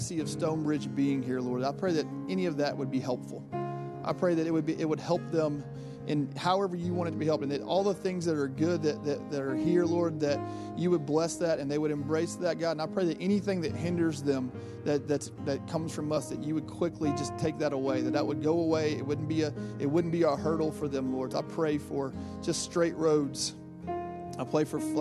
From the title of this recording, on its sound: Final Service at Roswell St. Building